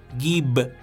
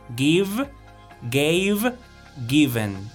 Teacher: Es una V. v colocando los dientes superiores sobre los labios inferiores · Shown in: second take · Term: sonido de V